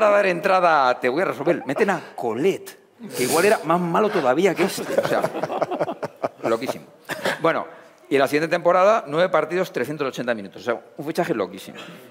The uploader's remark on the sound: Live from Reale Arena